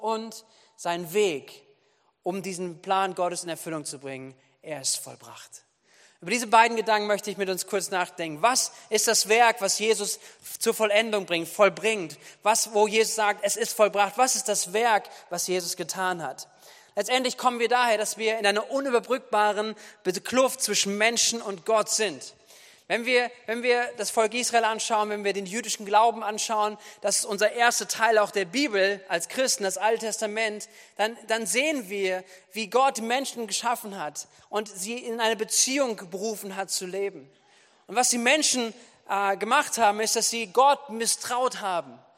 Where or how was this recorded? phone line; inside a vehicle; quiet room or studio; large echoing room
large echoing room